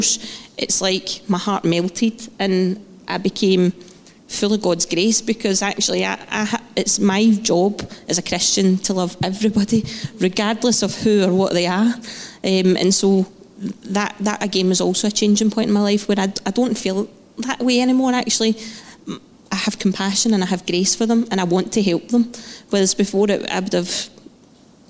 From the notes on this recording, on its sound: Live podcast from Testimony Sunday.